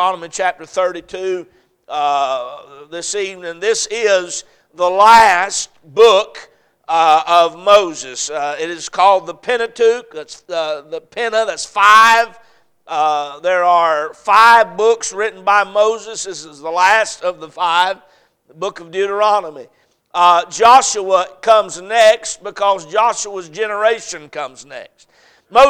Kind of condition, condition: setting, large echoing room